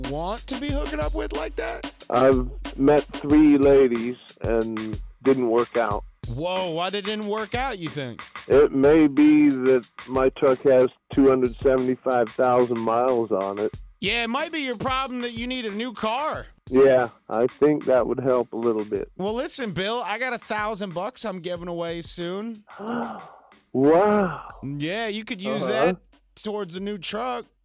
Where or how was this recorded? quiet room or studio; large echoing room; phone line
phone line